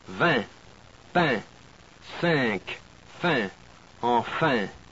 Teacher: You pronounce the front vowel, eh, eh, and nasalize it. Eh, eh, eh, eh.